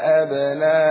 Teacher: أبناءهم مد متصل يمد عند ورش بمقدار الإشباع قولا واحدا.